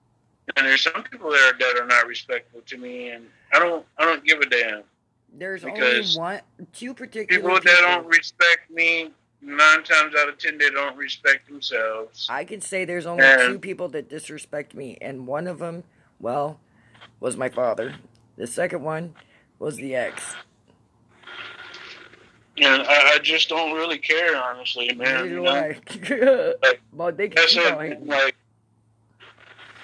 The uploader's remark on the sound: a phone chat